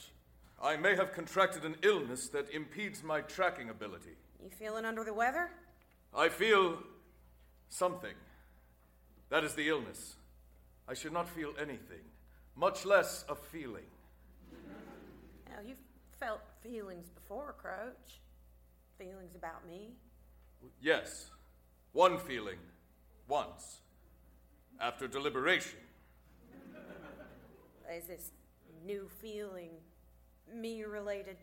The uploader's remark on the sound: Recorded Live 10/3/2010 at Largo, Los Angeles.